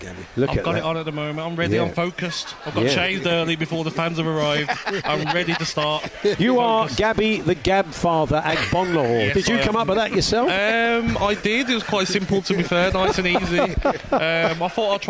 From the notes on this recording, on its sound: Live from the inaugural talkSPORT World Darts Championship with some familiar voices joining in throughout.